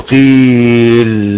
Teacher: خلط الضمه كسره في القاف لتصبح حركه واحده قويلا، لا تكون ايه قويلا، ها تشبع القاف تبقى اكثر من حركه، او حركه ضمه وحركه كسره وتبقى ايه لا هذا خطا. · Term: اشمام